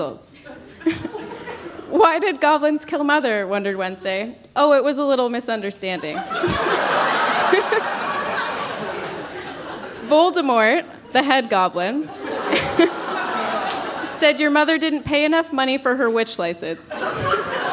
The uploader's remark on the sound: Recorded live at The Walper Hotel in Kitchener.